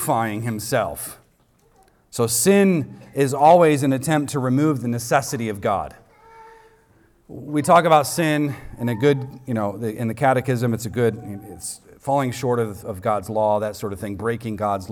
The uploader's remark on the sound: recorded on Sunday, April 30th, 2023, at the weekly worship gathering of Cross & Crown Church